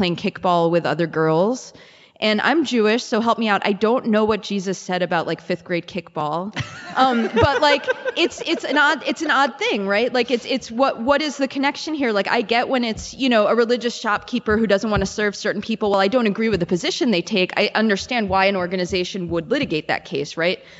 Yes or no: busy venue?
yes